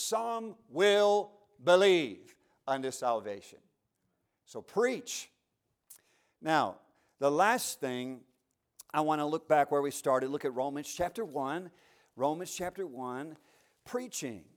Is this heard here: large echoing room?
yes